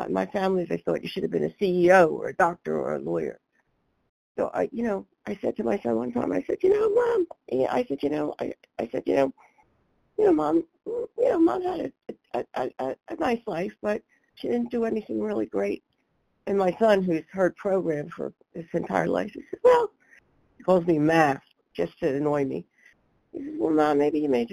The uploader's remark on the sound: 100 Pounders Phone Meeting